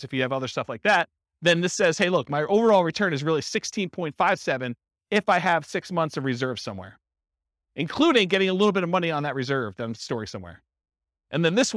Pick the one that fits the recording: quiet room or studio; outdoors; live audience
live audience